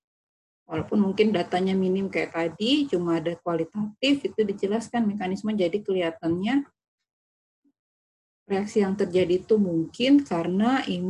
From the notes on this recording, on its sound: zoom meeting